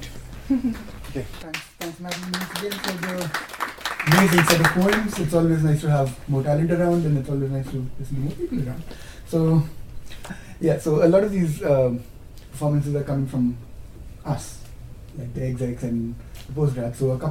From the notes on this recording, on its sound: Stories and poetry from the UC PostGrad Students Association Open Mic Event.